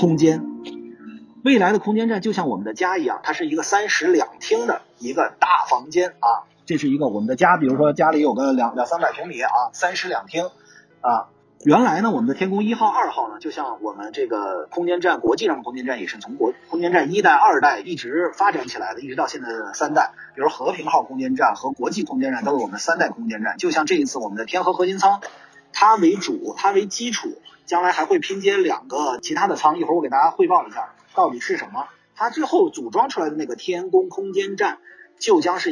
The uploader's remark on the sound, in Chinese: 这个地方就是海南文昌！我非常荣幸地在发射现场直击了这次航天盛事。在离开文昌前，我抓紧时间给大家录制了这期播客，虽然现场环境有些噪杂。